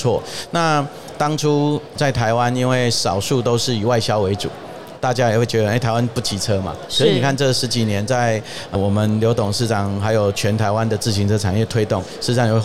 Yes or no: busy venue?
yes